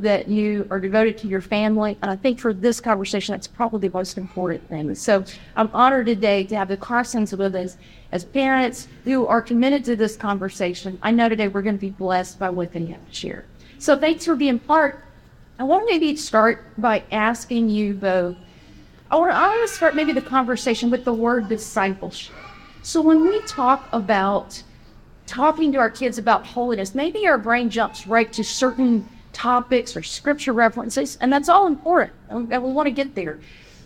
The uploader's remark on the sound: we join a seminar hosted at General Conference